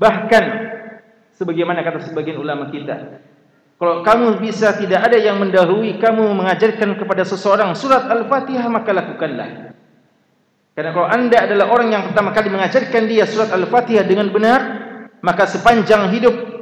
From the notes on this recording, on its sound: Ceramah tabligh akbar. LIVE at Masjid Nurul Ihsan Manisa Baranti.